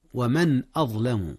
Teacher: أظهر النون في من قبل الهمزة كذلك · Term: إظهار